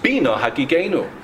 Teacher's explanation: Bina, with the emphasis on the earlier syllable, with stress there, is a request.